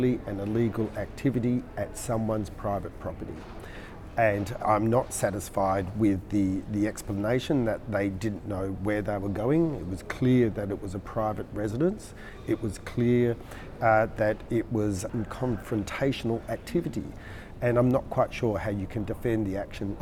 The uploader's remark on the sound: on the sidelines of the conference